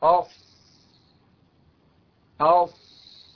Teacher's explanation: حرف الصاد يخرج من منتهى طرف اللسان وفويق الثنايا السفلى، فيخرج الصوت من بين الثنايا العليا والثنايا السفلى ويكون أقرب للثنايا العليا.